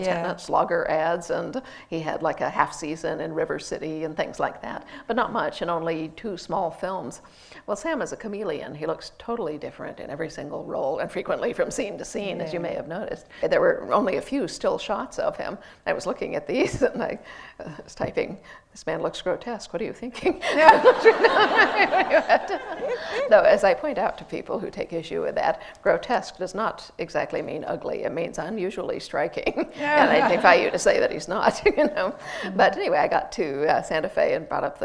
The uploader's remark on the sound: in conversation at the National Museum of Scotland